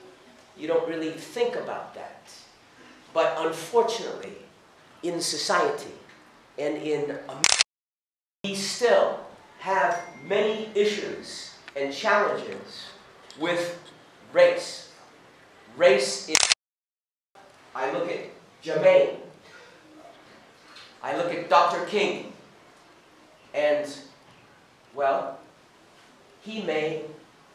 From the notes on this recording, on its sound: This recording was made at Sichuan University